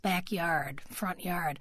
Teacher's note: the second element of that has its whole own accent on it. It's stress.